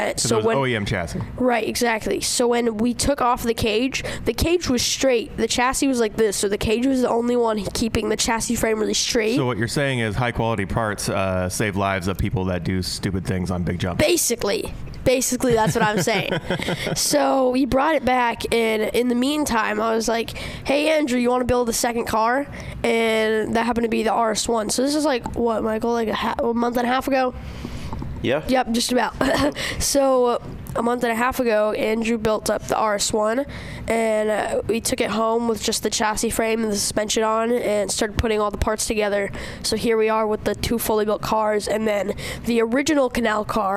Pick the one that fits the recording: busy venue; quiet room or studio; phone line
busy venue